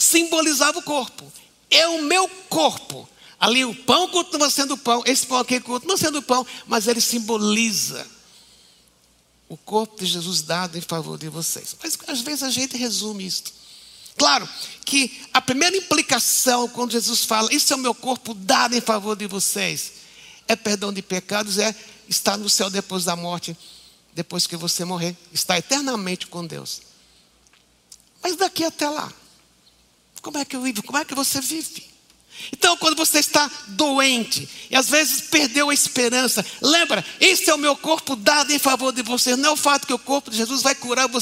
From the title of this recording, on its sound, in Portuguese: Culto Ao Vivo